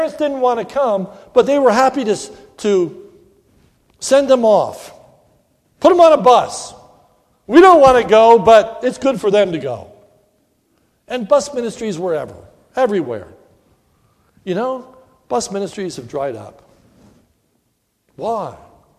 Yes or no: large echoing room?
yes